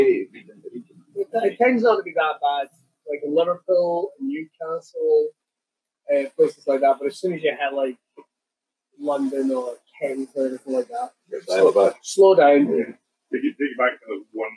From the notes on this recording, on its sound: There are audio issues in the episode unfortunately